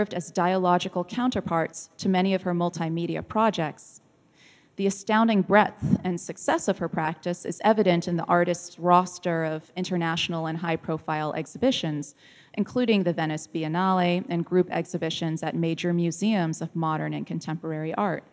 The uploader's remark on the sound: This talk was recorded live in August 2017 at National Gallery Singapore